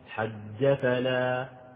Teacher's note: هي مقلقلة، لكن المقلقل ينبغي أن يكون مقلقلا مرققا، مش مقلقلا مفخما